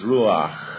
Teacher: And ordinarily, English people cannot say that closing letter, but we don't have it in English. It's a soft, guttural, steady outbreathing.